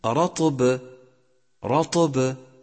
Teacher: يجب بيان القلقلة إذا اجتمع حرفا قلقلة في الكلمة وقفا